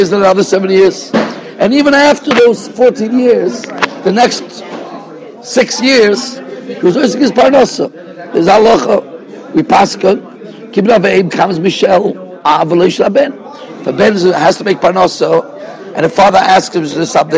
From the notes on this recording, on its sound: Shiur recorded in Yeshivas Ohr Reuven, Monsey, NY.